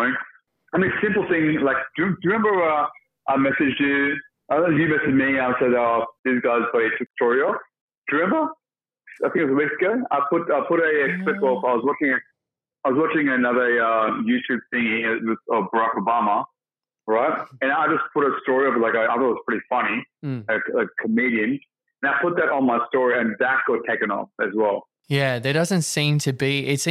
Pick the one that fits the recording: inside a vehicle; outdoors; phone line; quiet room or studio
phone line